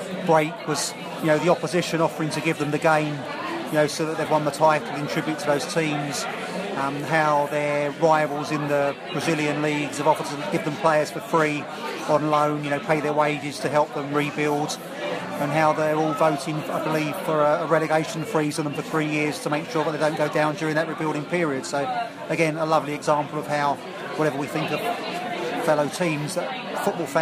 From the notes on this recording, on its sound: Canaries pre-match Podcast from the Pub. This week's podcast was recorded deep, deep in THUGBY territory, but thanks to the staff at The Cabbage Patch in Twickenham for thief excellent hospitality.